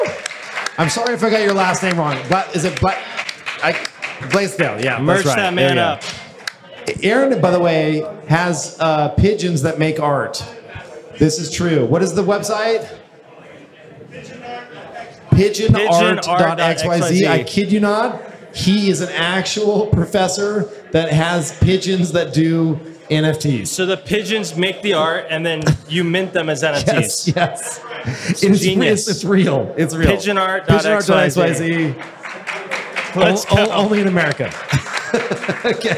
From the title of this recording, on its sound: Live Audience Panel